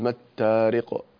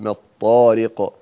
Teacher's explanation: لا تقل ما التارق، يعني أنت أردت أن ترقق الميم في ما الطارق ونزلت معك الطاء، ففخم الطاء · Shown in: second take